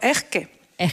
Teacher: las S finales se le convierten en Jotas y que se le caen las sílabas